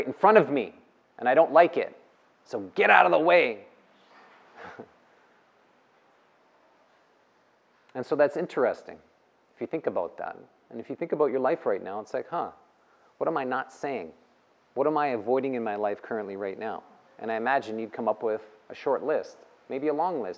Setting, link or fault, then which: setting, live audience